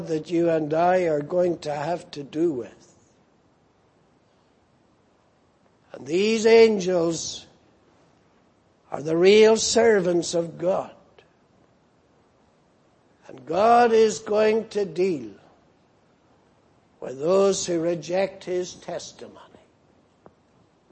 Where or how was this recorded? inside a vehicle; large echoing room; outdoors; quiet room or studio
large echoing room